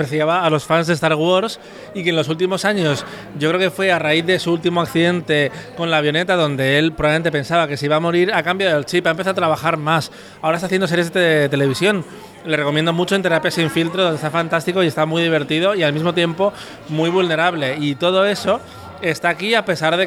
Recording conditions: busy venue